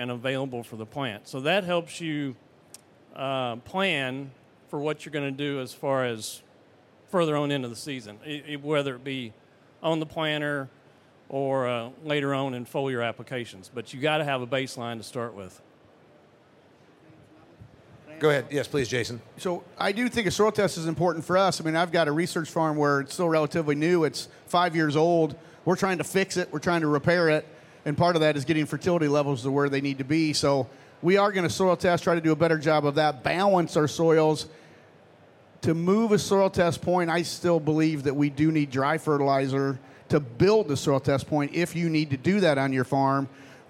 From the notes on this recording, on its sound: panel discussion at 2023 Commodity Classic